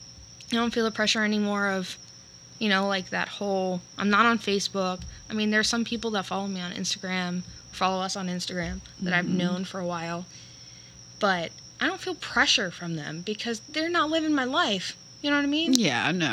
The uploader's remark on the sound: Coming at ya with another episode recorded in the great Florida outdoors!